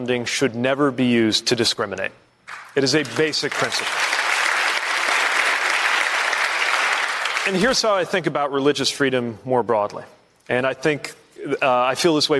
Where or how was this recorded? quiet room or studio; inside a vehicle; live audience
live audience